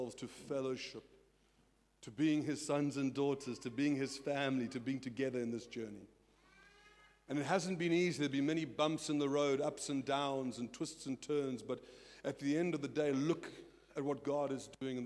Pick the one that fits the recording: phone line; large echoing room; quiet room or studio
large echoing room